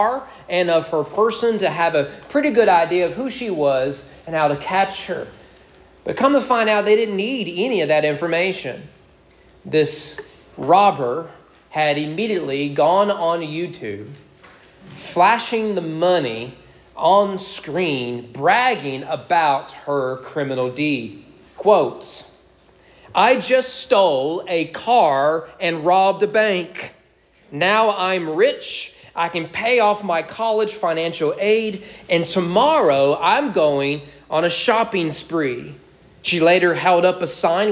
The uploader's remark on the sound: Sermon preached at East Frankfort Baptist Church on June 26, 2022.